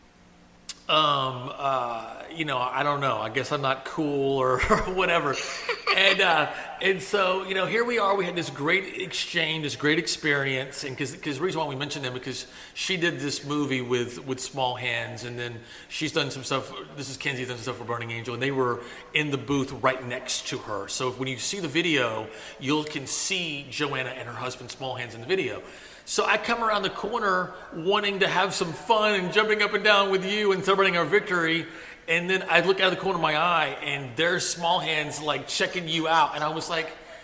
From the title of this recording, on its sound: Live! From AVN Expo & Awards 2019